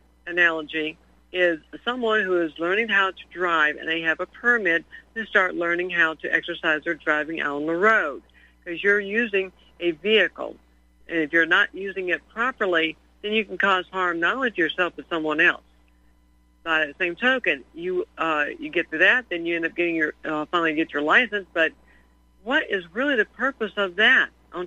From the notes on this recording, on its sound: Your phone calls